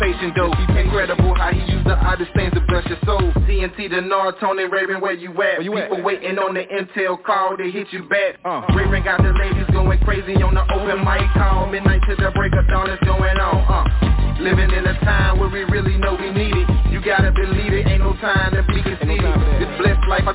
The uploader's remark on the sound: TNTSuperfantastic Conference Call